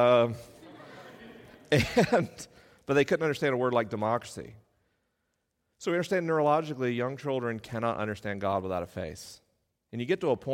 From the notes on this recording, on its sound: LIVE in Grand Haven, MI. This week is a live episode: the questions are unscreened and the answers are unrehearsed.